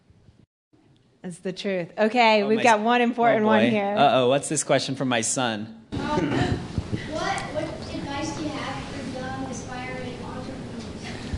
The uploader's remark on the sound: He came to Silicon Slopes HQ in jeans and Jordan’s. Joined us on stage for Silicon Slopes Conversations Friday, November 4, 2022.